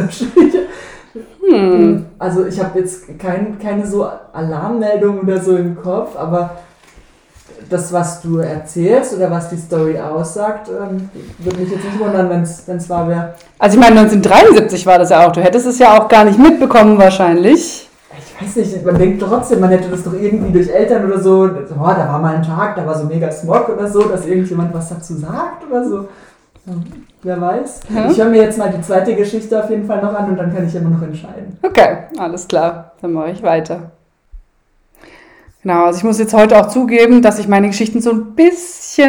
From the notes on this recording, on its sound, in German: Diese Folge wurde leider noch ein letztes Mal ohne gutes Equipment aufgenommen